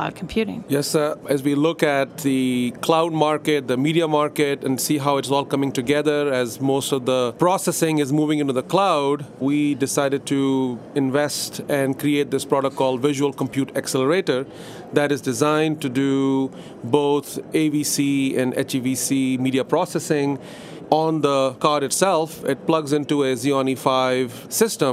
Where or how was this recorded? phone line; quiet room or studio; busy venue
busy venue